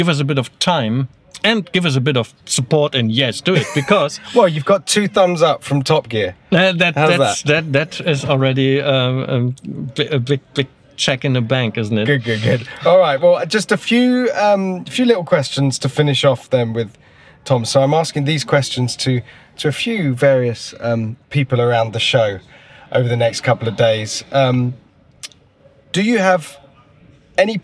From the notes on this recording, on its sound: For this year’s Goodwood Festival of Speed, we took our microphones with us and shoved them in the faces of some of the most powerful and interesting people behind the most exciting cars in the world.